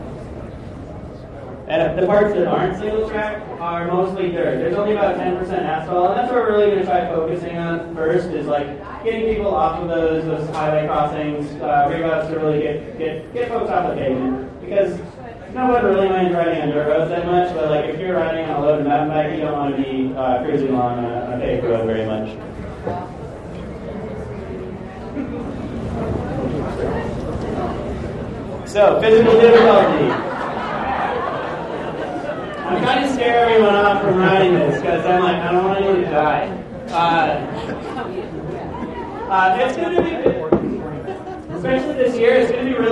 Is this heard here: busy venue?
yes